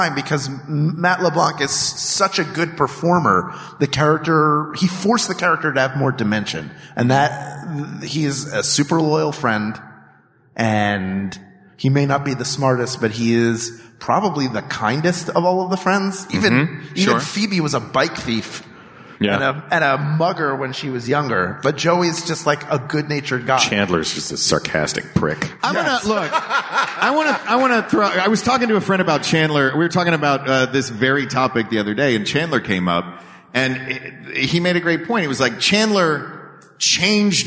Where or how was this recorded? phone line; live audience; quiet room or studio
live audience